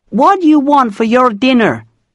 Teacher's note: rolling the R sounds in your and dinner